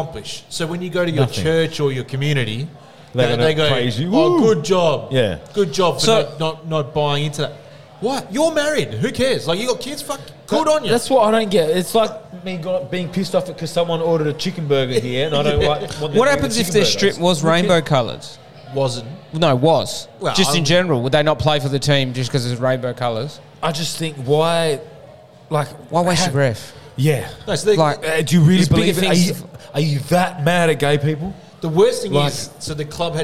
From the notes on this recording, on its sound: The boys are live from Varsity in Waterford as they tackle the "Devil Wings" Challenge. Bonus audio of the lads doing the challenge live and in a whole lot of pain!!!